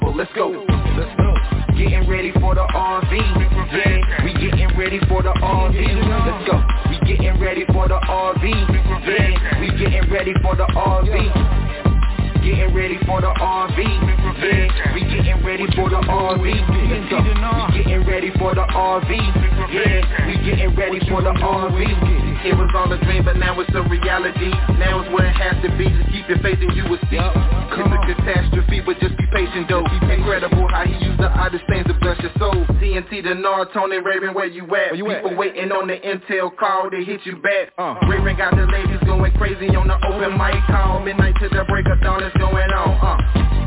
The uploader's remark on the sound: TNTSuperfantastic Conference Call